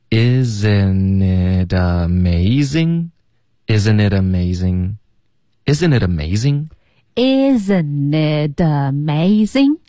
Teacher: Isn't it 的 it 呢会跟 amazing 的啊连读，然后同时 it 的这个特会浊化成一个的的音，所以变成 itamazing，这三个字连起来就发 isn't itamazing， isn't itamazing， isn't itamazing， isn't itamazing， Isn't it amazing?